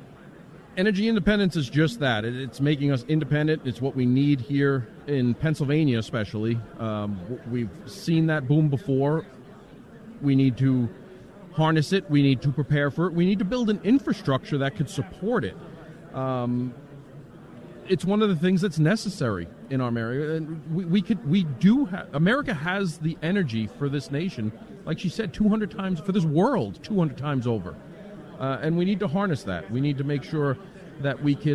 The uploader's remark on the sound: LIVE From CPAC